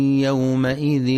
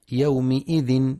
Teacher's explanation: ينتبه القارئ لفتح الميم في يومئذ فلا يقرأ يومئذ بالكسر · Shown in: first take